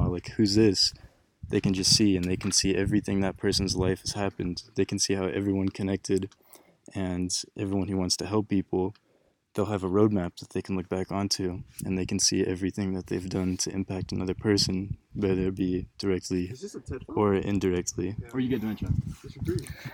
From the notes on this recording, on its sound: We recorded this episode with 8 special guests at the peak of a mountain in Hawaii.